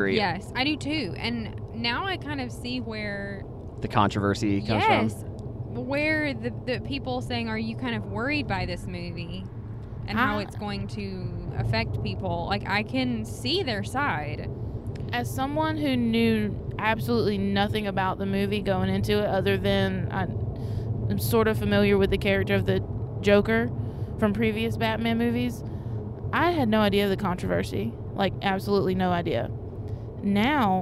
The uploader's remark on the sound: We tried something a little different this time by recording our thoughts while driving home from the movie theater immediately after seeing the film. It's our first 3 person podcast!